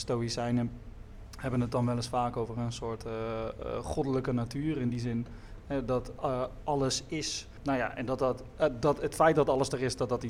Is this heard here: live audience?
yes